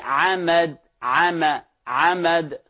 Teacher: فهذه حروف استفال، ينخفض الصوت إلى أسفل في عمد عما عمد وهكذا